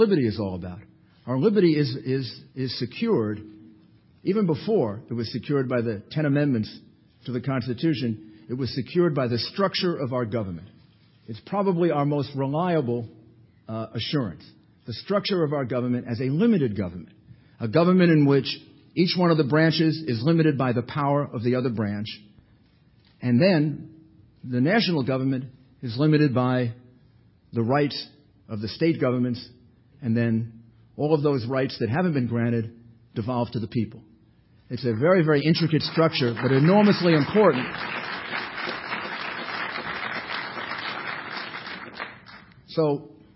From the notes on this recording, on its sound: delivered this address at the 2007 Annual National Lawyers Convention